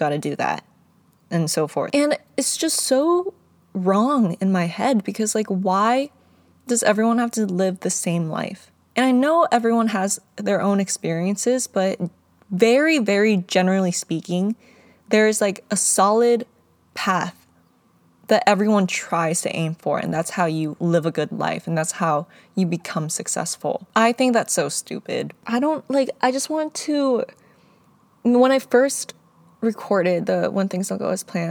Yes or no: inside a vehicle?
yes